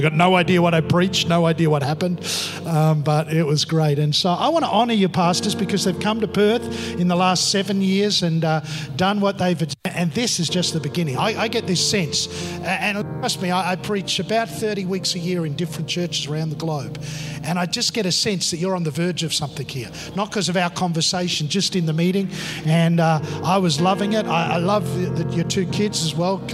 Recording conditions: large echoing room